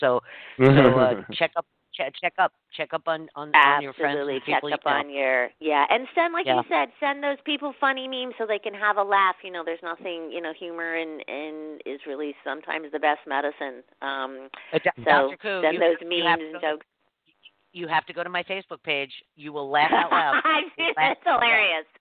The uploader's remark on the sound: called